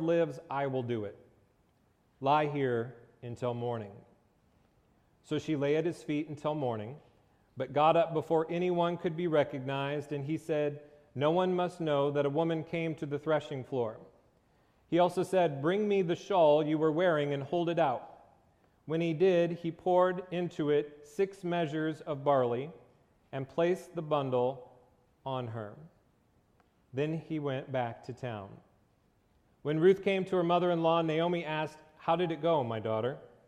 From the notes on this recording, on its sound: Location: Faith Christian Reformed Church (New Brighton, MN)